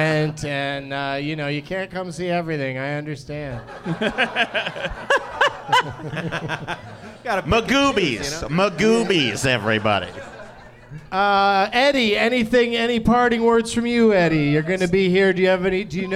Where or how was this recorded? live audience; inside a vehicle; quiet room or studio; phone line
live audience